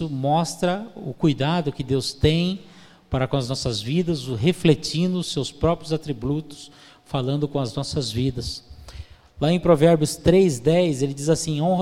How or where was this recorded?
large echoing room